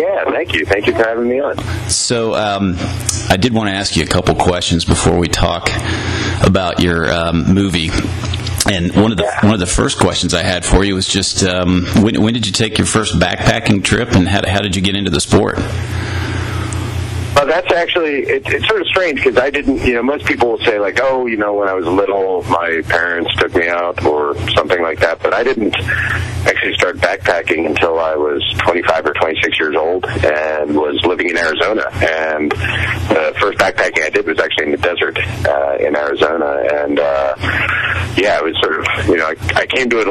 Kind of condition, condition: link, phone line